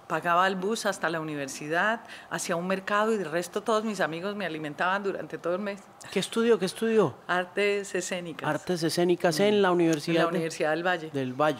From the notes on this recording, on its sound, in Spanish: Durante el Festival Internacional de Cine de Cartagena de Indias , en medio de la brisa , el sol y la alucinante arquitectura de la ciudad amurallada